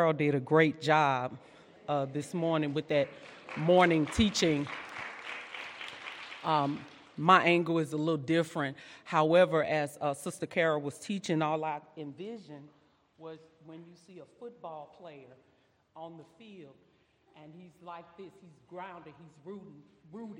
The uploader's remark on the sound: during session 2 at our 2022 Women's Conference